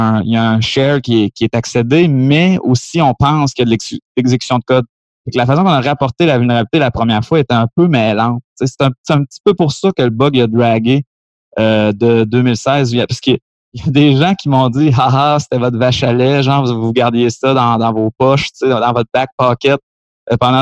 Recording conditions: video call